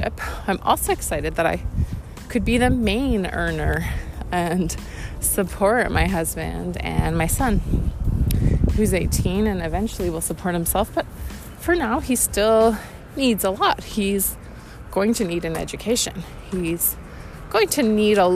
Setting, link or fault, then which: setting, outdoors